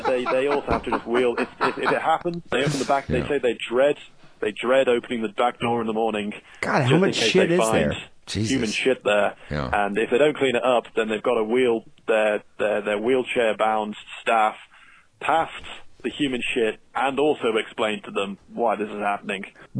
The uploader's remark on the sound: Phone calls.